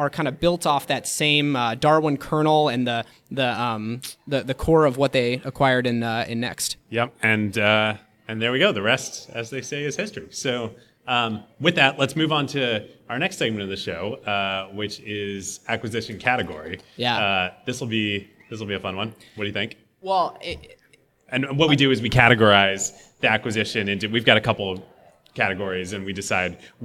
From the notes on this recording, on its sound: Live show at the GeekWire Summit. Broadcast live from the 2016 GeekWire Summit.